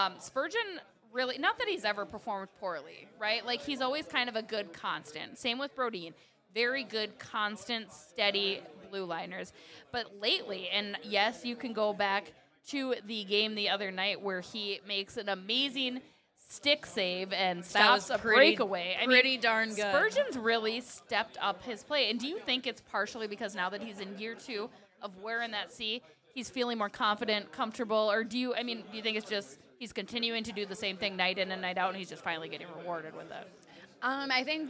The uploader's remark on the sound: LIVE from Racks in Burnsville! We are live from Racks Sports Bar & Grill.